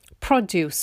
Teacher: I'm putting the stress on the first syllable, produce, which means it's a noun.